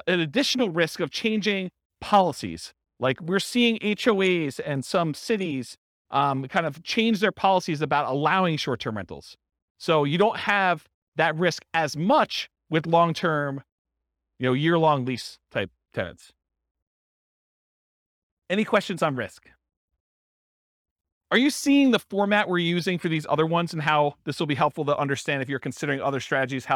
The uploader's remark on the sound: This was a live class recorded